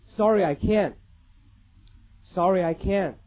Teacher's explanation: 所有老美和加拿大呢，因为他们这个发音的特点呢，会把促在句尾的这个辅音完全吞掉不发